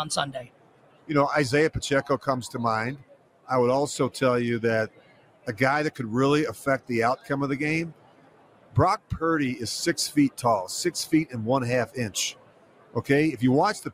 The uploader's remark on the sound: LIVE FROM RADIO ROW!